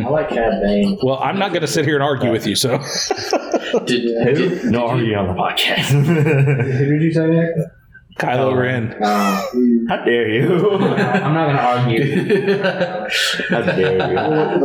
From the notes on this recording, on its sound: AUDIO ISSUES. Had some soundboard issues (don't leave your podcast equipment unattended around kids that aren't in the podcast class). The audio quality is pretty bad.